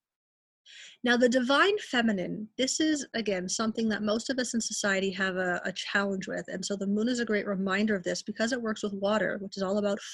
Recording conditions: video call